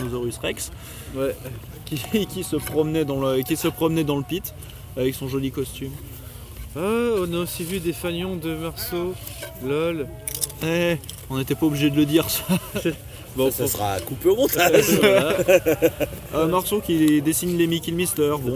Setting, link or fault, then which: setting, busy venue